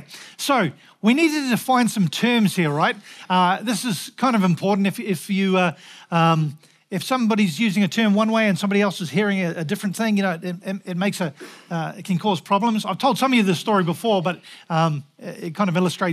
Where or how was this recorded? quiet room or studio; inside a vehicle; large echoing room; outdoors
large echoing room